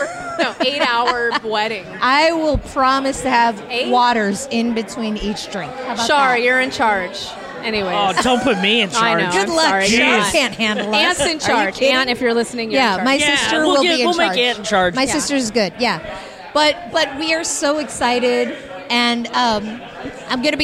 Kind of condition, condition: setting, busy venue